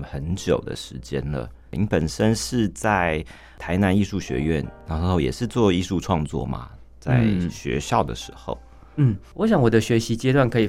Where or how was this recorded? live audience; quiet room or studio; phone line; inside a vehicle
quiet room or studio